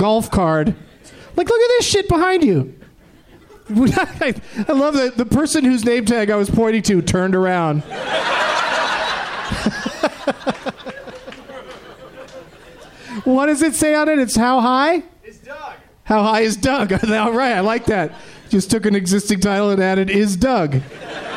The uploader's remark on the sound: Live from the Helium Comedy Club in Portland